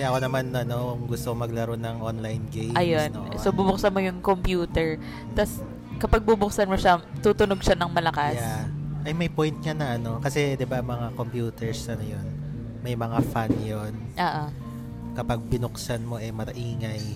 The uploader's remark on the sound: We hope you like the coffee shop noise in the background.